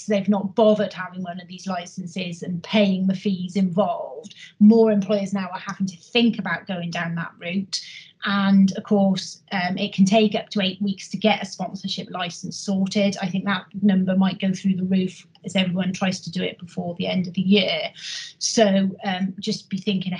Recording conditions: video call